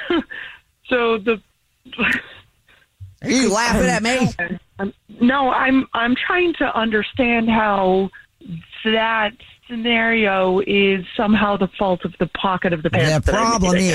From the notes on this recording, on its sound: phone prank style